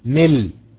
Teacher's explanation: وكلمة ملء، ملء الأرض ذهبا، ملء لما يجي يقف عليها أيضا هيحذف الهمزة وينقل حركتها للام ويقف على اللام